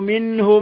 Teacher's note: نون ساكنة جاء بعدها الهاء إظهار حلقي، إظهار حلقي.